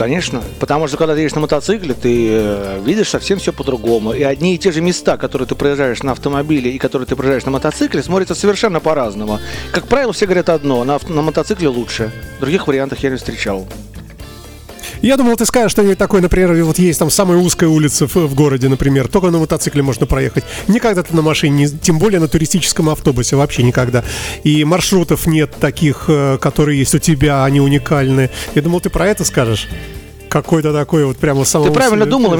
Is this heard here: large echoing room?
no